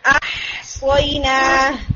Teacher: بالکل منہ کو کھول کے ہم نے ہا کو ادا کرنا ہے کہ اس کے اندر کسی قسم کا کوئی پریشر بلڈ نہ ہو